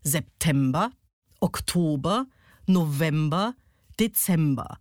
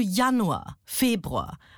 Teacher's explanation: Da ist immer die erste und die letzte Silbe unbetont und dazwischen liegt der Peak. · Shown in: first take · Im Unterschied zu Januar, Februar, hat eine ganz andere Betonung. · Term: Amphibrachis